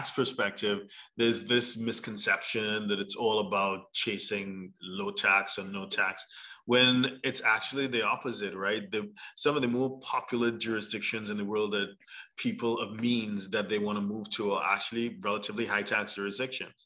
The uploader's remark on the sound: Zoom links will be provided 24 hours in advance via an Eventbrite message. For those joining us on Zoom.